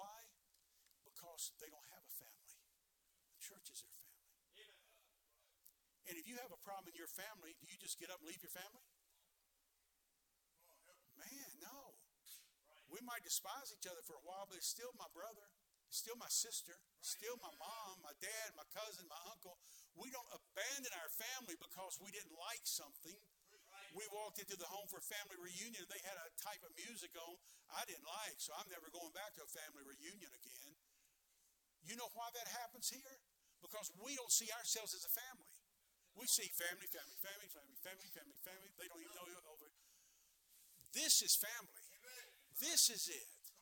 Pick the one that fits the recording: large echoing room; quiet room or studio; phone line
large echoing room